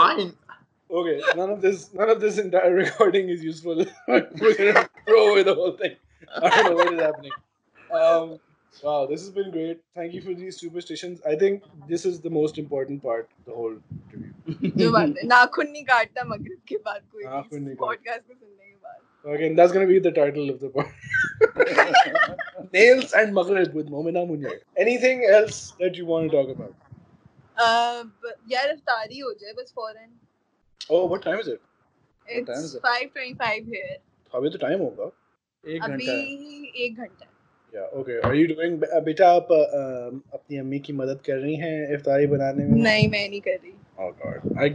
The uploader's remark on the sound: Skype really did a number on us in this so the video has half-decent image quality but poor video quality, and the audio isn't great either.